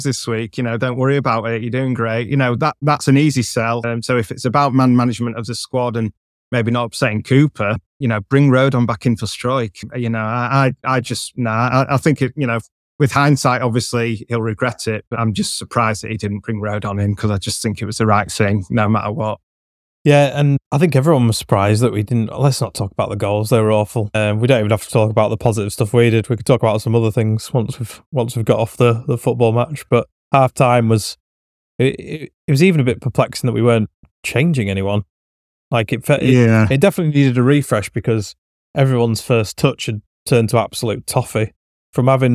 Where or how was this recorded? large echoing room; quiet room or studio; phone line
quiet room or studio